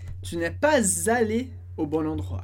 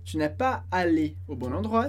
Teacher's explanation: Depois do pas, vai ter um som de z. · Shown in: first take · Term: liaison